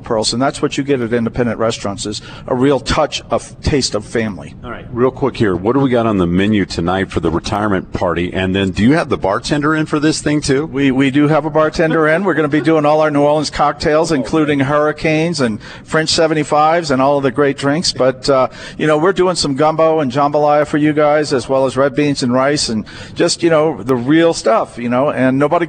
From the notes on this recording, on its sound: LIVE remote edition of KRDO's Afternoon News. Momma Pearl's Cajun Restaurant at 162 Tracker Drive at the Polaris Point Shopping Center near I-25 and North Gate Boulevard.